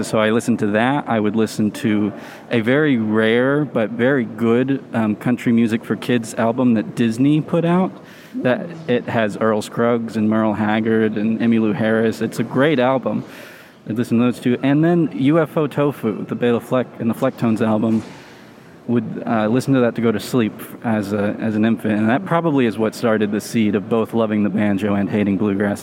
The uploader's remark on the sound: IBMA "Man on the Street" Interviews!